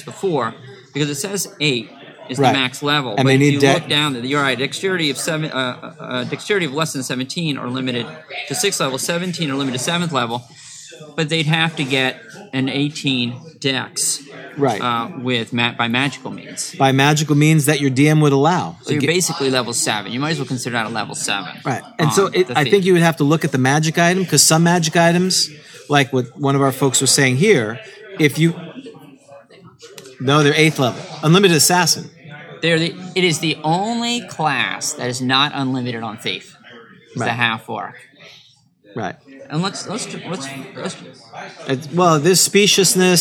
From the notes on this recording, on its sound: This special podcast was recorded live at SCI-FI CITY in Orlando before a live audience in preparation for summer GROGCON 2019!